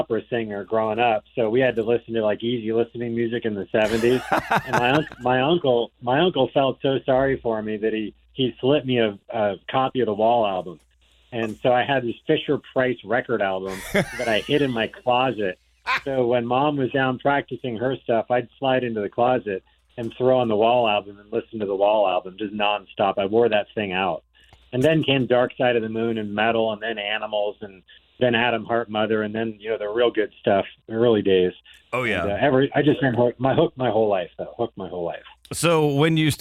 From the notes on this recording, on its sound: called in ahead of their show on the 17th at Ruth Eckerd Hall